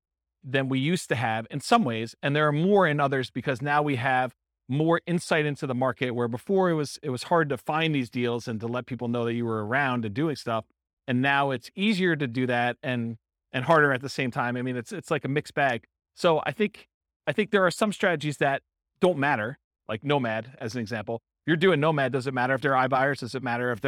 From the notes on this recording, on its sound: This was a live class recorded to give investors a solid qualitative overview of all the different real estate investing strategies. Live in-person version.